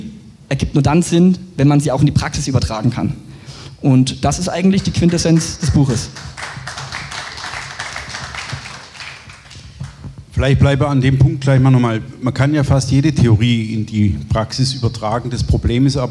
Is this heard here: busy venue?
yes